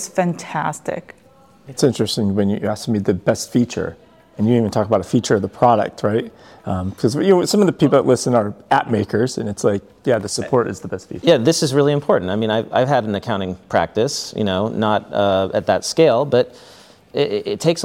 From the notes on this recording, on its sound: Recorded live at Expensicon.